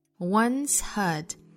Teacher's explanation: once 和 heard 这两个词呢可以做 H 音的击穿